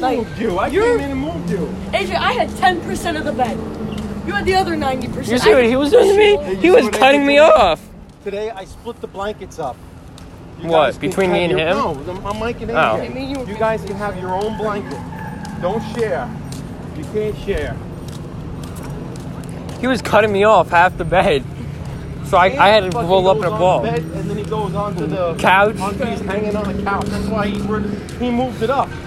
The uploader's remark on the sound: Walking around Lake George… at night.